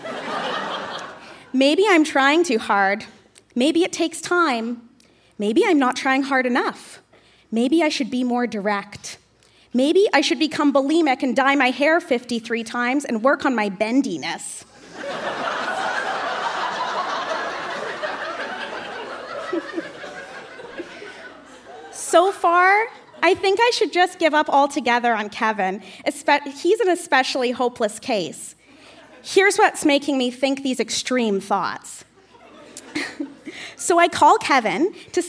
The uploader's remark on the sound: Recorded live at the Park Theatre in Winnipeg.